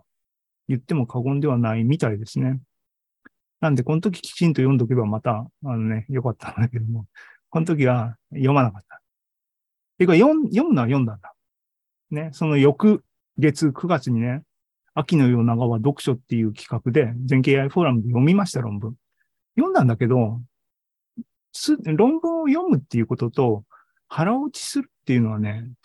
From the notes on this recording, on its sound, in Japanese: ２０２３年２月２２日に開催した ZOOMライブの模様です。